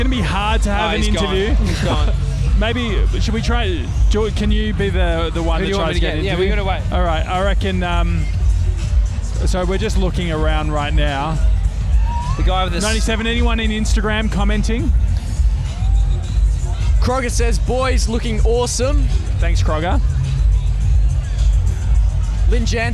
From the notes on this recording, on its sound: Live From The West Hollywood Halloween Carnaval. We're live from LA!